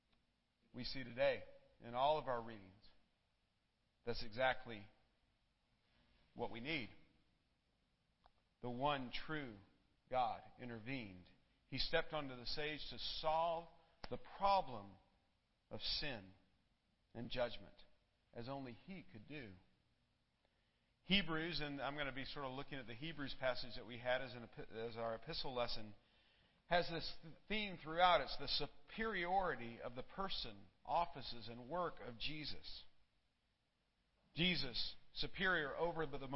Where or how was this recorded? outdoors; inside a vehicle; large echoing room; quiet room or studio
large echoing room